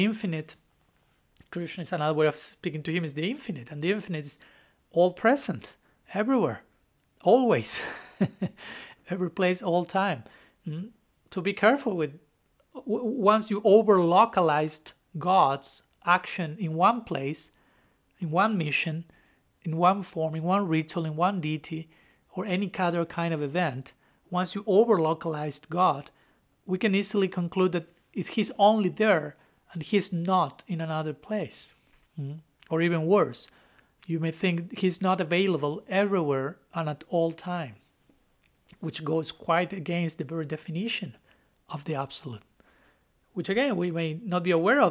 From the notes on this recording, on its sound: Lecture given at Ananda-asrama, North Carolina on January 24, 2023